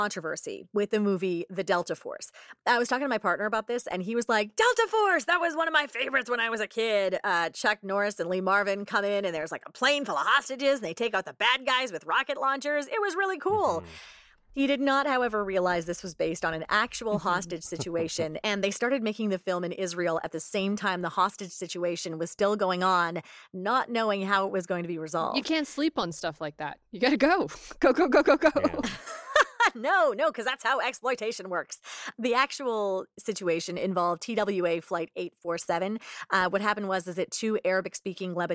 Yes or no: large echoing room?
no